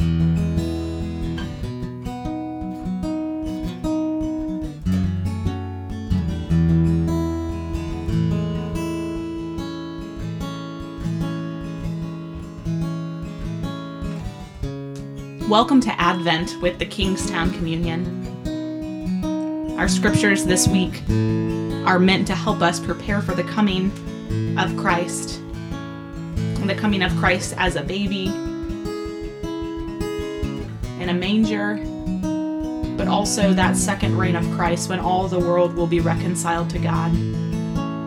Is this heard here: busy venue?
no